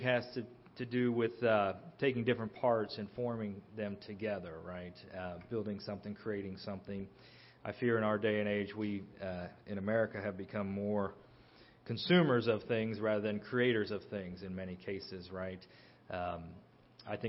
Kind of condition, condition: setting, large echoing room